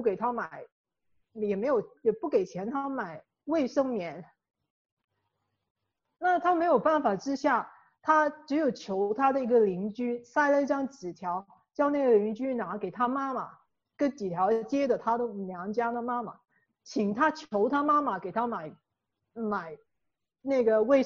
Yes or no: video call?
yes